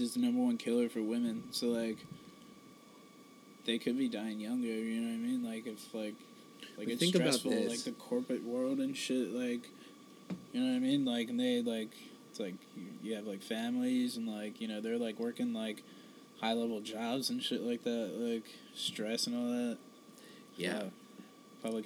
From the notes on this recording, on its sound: Join us for our first highpodthesis as we sit outside and discuss what this podcast is.